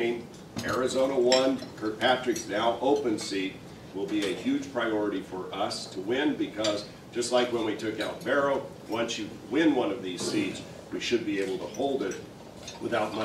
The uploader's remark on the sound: WASHINGTON, DC. The Ripon Society hosted a breakfast discussion.